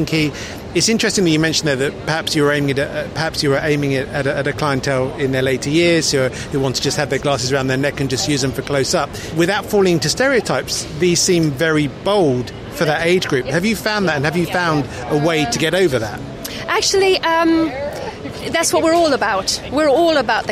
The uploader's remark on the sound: "live" from Silmo Paris 2023. Right from the heart of Silmo 2023. He stops off at the Startup Village.